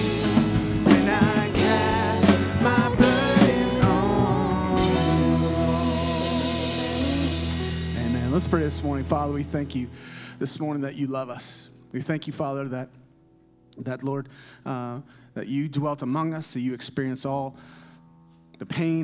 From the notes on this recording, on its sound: Here is the audio recording of our prayer service.